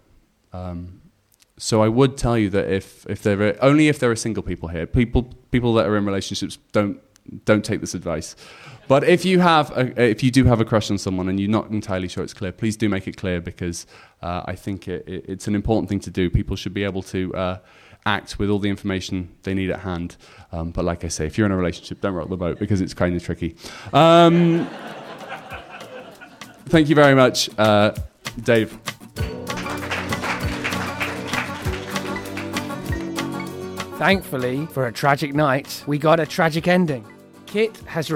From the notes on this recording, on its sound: For the next 6 weeks we will be sharing tragedies we collected at the live show that took place on January 18th at the Hackney Attic.